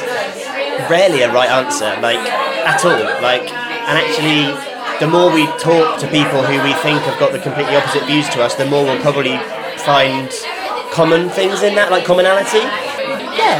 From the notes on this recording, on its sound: With some tidbits from our live How to be Sad event.